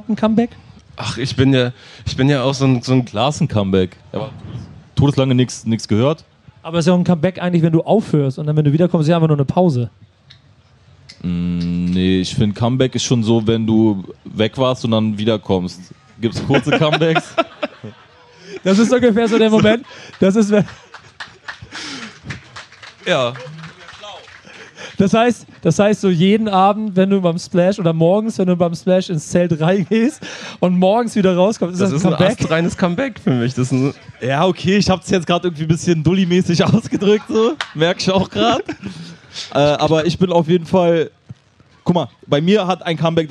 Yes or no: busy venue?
yes